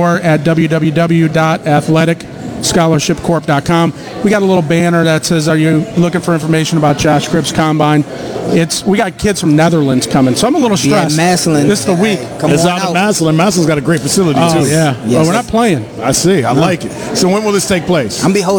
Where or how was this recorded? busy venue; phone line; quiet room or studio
busy venue